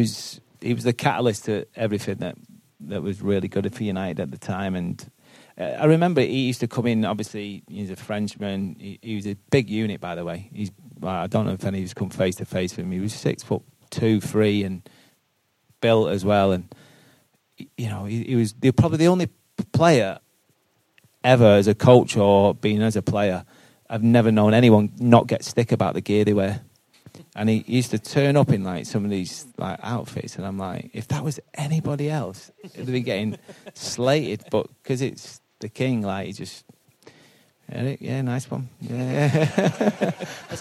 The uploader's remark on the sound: We were fortunate enough to be invited along to the boardroom at Sincil Bank (we're still calling it that) with a live audience, for a two-part special live podcast!